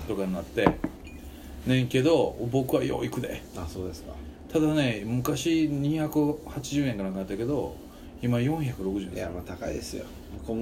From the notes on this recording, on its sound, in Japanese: 神戸、SPACE DOG!RECORD(お店)より。